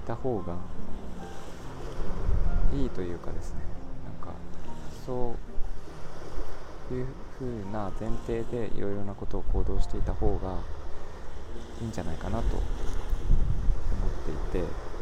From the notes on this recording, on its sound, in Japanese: 強い海風でお聞き苦しいところがあります